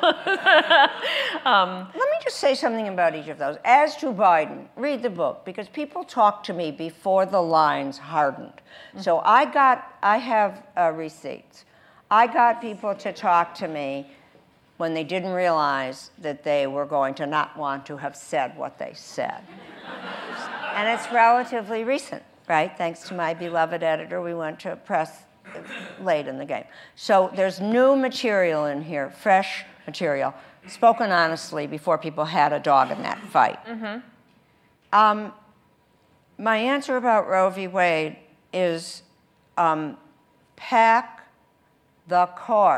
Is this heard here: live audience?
yes